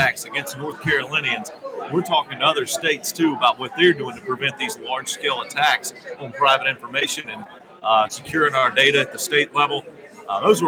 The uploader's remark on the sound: LIVE from the American Legislative Exchange Council Annual Conference. LIVE FROM ORLANDO at the AMERICAN LEGISLATIVE EXCHANGE COUNCIL ANNUAL EXCHANGE.